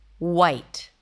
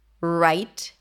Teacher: This is why a lot of people feel like they're saying a W when they're rounding the lips, but a W is the same without the tongue tension in the back. Right, white.